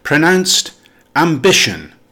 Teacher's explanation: with the stress on the second syllable